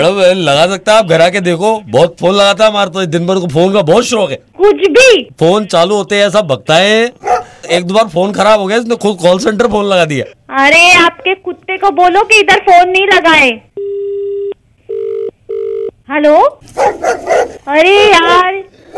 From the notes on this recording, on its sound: Prank Call. Magicfm #mumbai #prankcall.